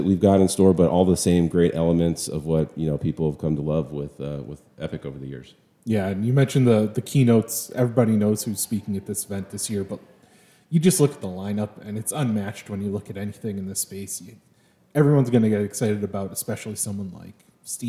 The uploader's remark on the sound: live from Caesar's Palace in Las Vegas